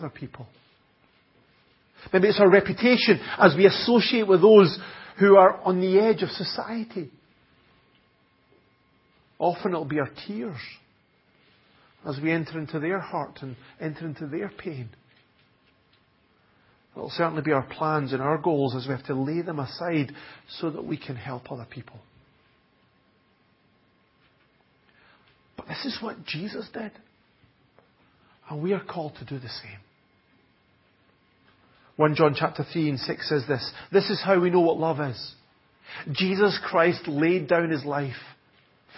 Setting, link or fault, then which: setting, large echoing room